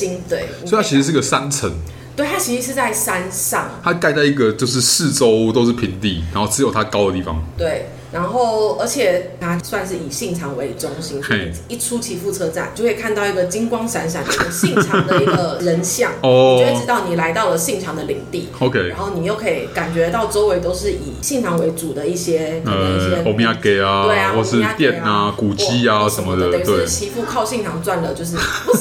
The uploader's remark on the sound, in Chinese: 本集白噪音指數：蚊風級 1/5。錄音地點： 齊客咖啡 The Gathering Cafe。